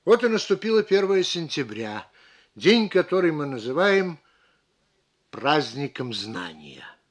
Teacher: Перед словами «праздником знания» можно сделать паузу. Она усилит логическое ударение. · Term: психологическая пауза